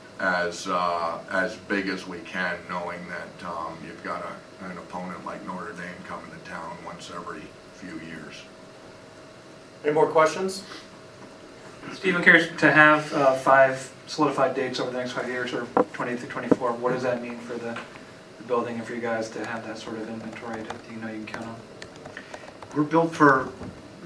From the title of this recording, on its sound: Mercedes-Benz Stadium Press Conference